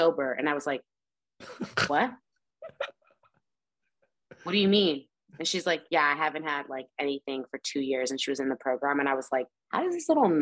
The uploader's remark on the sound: In Raleigh, NC & Ensenada, MX on Zoom.